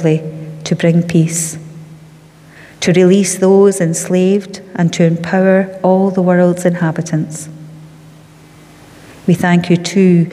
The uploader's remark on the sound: Sunday Worship: 17 October 2021 (Live at the Old Kirk).